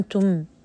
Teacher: إبدال الهمزة ألف مع الإشباع